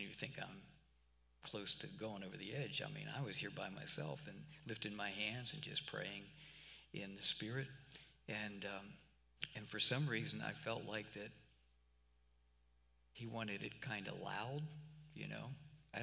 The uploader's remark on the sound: Cornerstone Fellowship Sunday morning service, recorded live at the church.